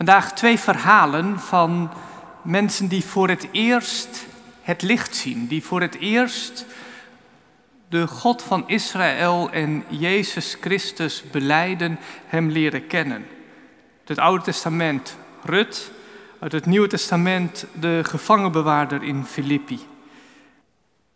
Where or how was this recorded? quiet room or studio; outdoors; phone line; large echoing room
large echoing room